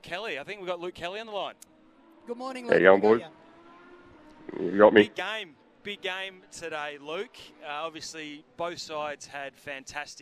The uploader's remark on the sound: broadcast live from the Adelaide Motorsport Festival